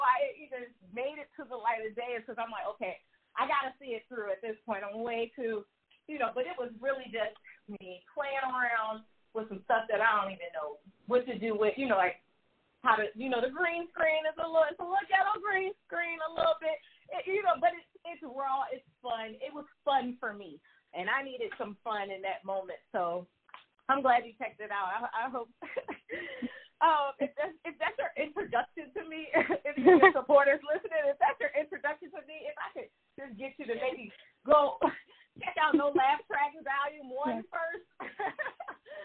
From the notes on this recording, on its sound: The recording went out twice on this episode! Still learning and growing with the tech on this one so apologies for audio issues ahead of time.